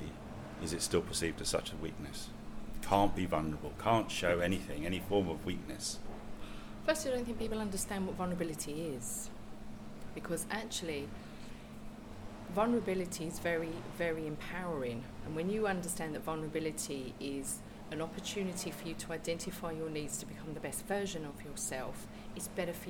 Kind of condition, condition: fault, sounds in the background